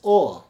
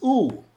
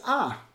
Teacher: what we pronounce as o, or the Galatianers pronounce as u, and the Sfaradim pronounce as ah. Shehu bechinas keser, which the Tikkuni Zohar tells us that the komatz corresponds to the keser, to the crown.